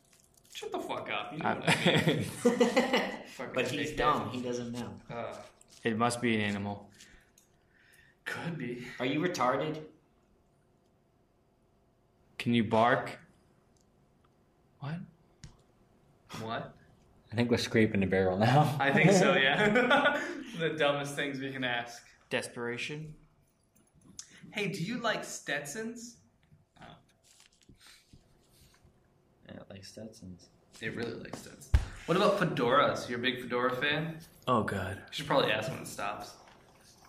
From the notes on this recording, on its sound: This episode is going to be a little different, and the sound quality will be a bit off. We got word of a building that had some unusual activity, orbs, objects being thrown and we were allowed access to record last night, so instead of our usual setup were using a micro recorder so that's why the quality will be lower than usual. You'll hear unfamiliar voices as well.